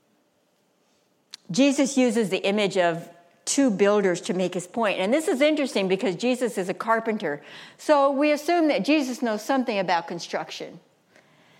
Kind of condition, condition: setting, live audience